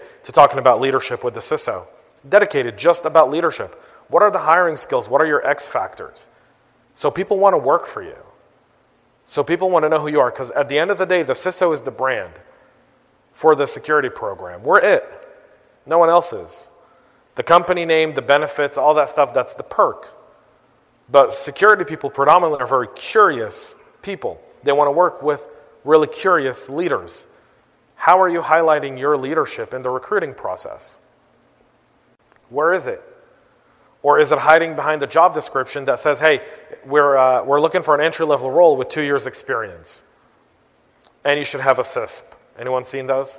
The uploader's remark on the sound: I was asked to give the keynote address at FutureCon. FutureCon Atlanta.